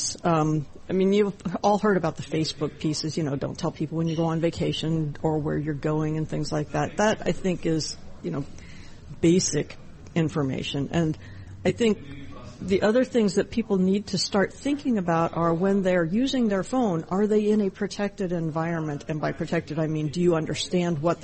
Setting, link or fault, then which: setting, busy venue